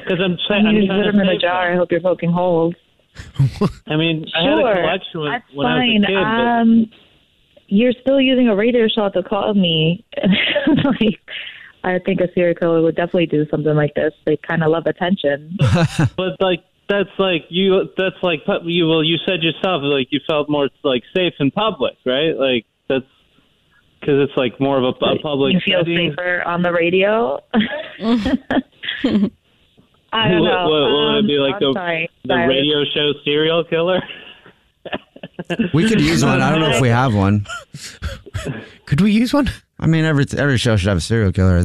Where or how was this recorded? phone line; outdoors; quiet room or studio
phone line